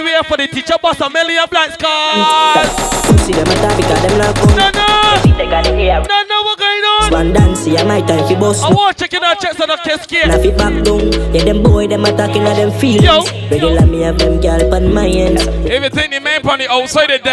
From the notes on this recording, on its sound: BDAY PARTY LIVE AUDIO